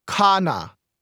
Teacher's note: In to eat, the stress is on the beginning.